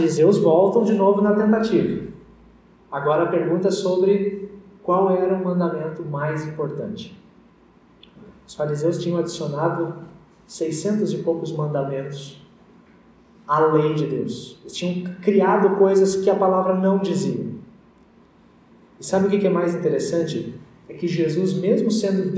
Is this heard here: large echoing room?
yes